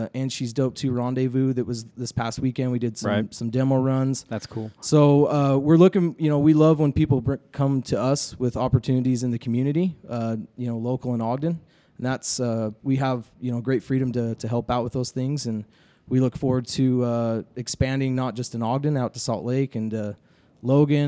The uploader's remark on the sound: We once again found ourselves walking the hallowed halls of AmerSport in Ogden, Utah.